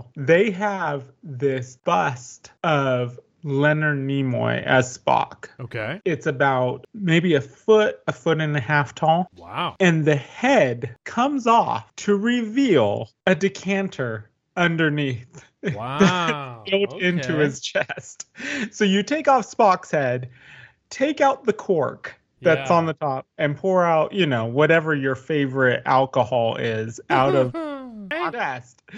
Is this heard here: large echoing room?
no